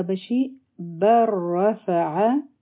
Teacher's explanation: را به غټه وایو ځکه چې په دې فتحه ده